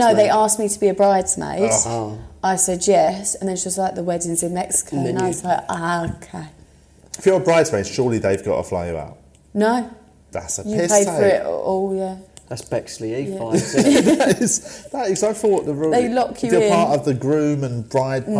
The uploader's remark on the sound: This was an episode we recorded pre-corona. We recorded it at London's Top Secret comedy.